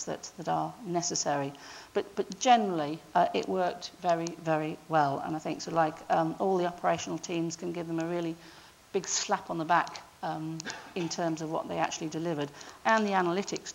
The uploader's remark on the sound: Location: Cruciform Lecture Theatre 1, Cruciform Building, Gower Street, London, WC1E 6BT